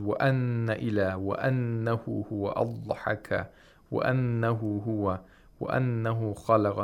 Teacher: You have to read all of these nuns with tashdeed with ghunnah yes. for two vowel counts.